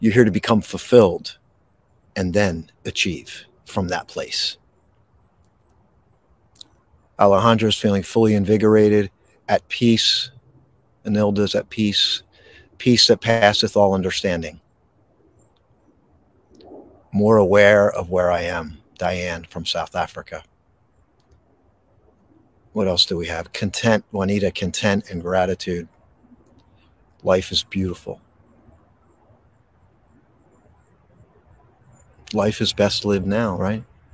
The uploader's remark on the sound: This Episode originally streamed live on location at Princeton Battlefield State Park. State park in Princeton, New Jersey. The audio from this podcast was taken directly from this live stream.